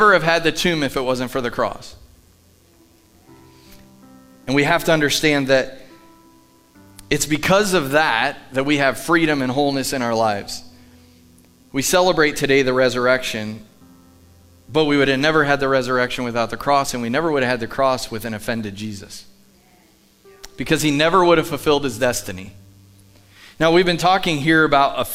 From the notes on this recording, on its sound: Live from The Summit Church in Dover, OH